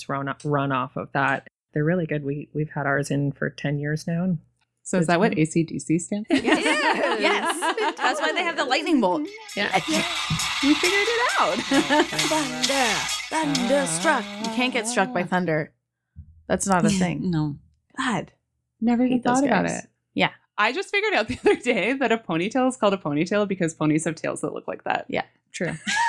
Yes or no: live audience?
no